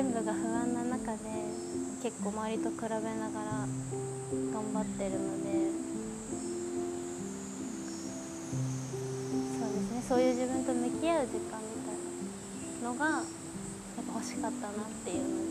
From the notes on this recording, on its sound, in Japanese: 滝行を終えて森の中からお届け。